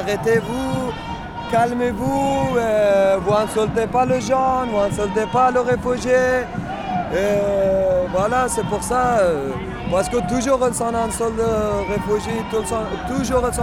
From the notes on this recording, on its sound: A program recorded live on the Place de la République, in French and Arabic.